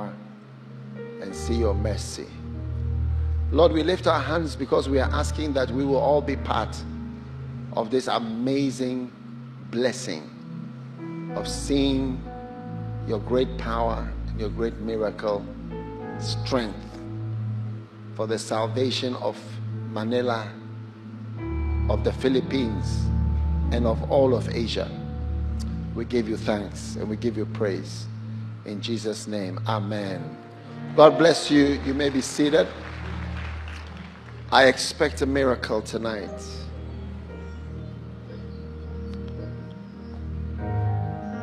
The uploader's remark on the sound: Preached at Light Conference 2023, Cathedral of Praise, Manilla, Philippines.